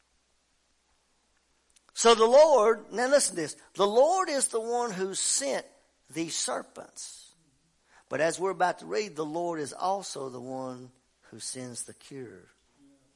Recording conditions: large echoing room